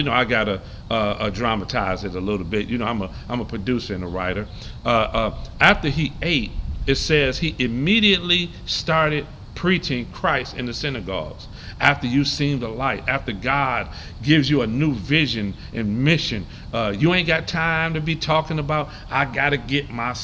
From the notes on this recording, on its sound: Live from the Veterans Memorial Park in Saint Clair Shores MI.